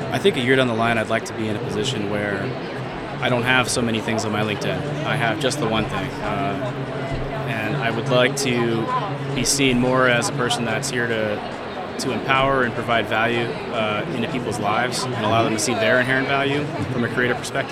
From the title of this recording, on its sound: Live from #IMEXAmerica